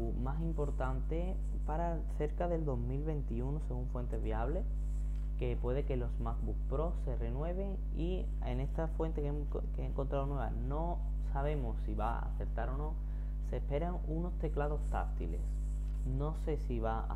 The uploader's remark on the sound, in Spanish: Perdonad que el sonido no sea el mejor. Mi micro está roto y hoy he tenido que grabar con otro.